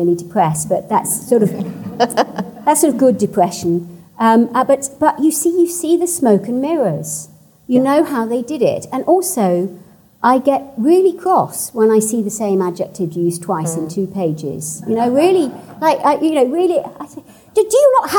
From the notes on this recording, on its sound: At the 2021 Marlborough Book Festival.